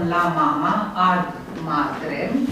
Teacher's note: accentul este pe mat, nu? A e neaccentuat, el intră în accentuarea cuvântului următor.